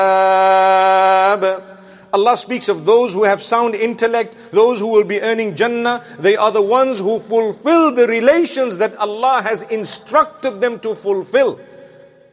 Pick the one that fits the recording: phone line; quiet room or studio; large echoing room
large echoing room